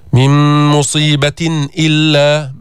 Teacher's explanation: أظهرنا التنوين عند الهمزة، الهمزة من حروف الحلق · Term: الإظهار الحلقي